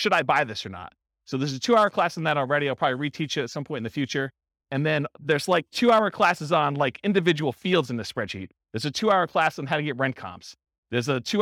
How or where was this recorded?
live audience